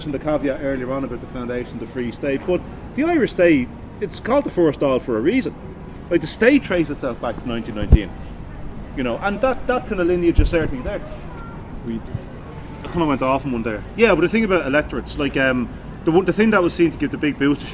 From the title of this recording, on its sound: Dublin Revolutionary Walking Tour